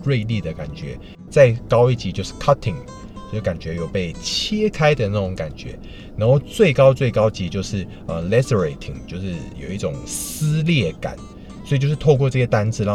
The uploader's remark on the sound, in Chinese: 這集部分是在車子裡面錄音，抱歉了爛音質